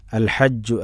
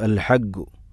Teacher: ചില അറേബ്യൻ ശൈലികളിൽ ജീമ ഗി ഗ എന്നുള്ള ശബ്ദം പറയാറുണ്ട് · Shown in: second take